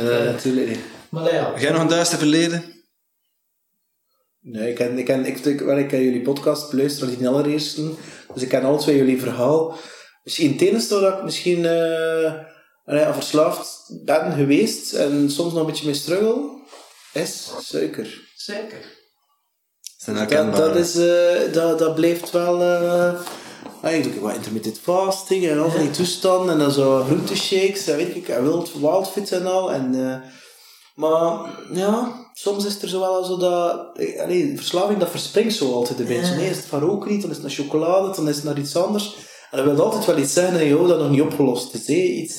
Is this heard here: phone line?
no